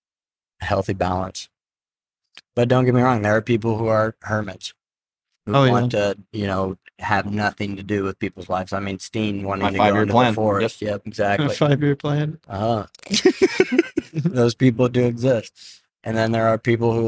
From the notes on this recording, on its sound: In total five hours of recording was captured on the ride back, so this will be a three episode series.